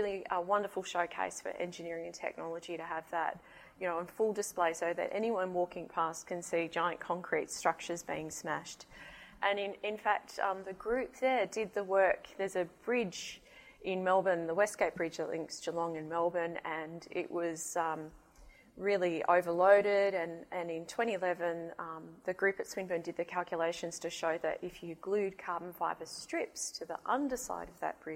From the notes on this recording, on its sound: IFE Distinguished Visitor Lecture, recorded 15 February 2019 at QUT